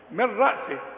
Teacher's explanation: اشبك لي الميم مع الراء من رأسه، ولا تزن ولا تغن